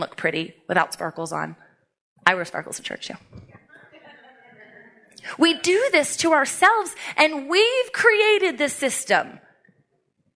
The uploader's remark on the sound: takes the stage at the 2023 Embrace Your Ambition Conference